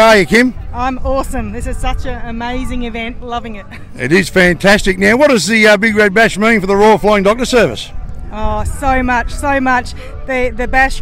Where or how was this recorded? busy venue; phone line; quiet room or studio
busy venue